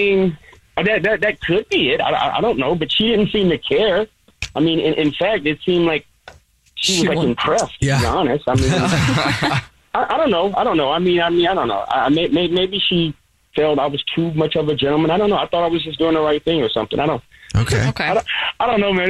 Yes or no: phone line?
yes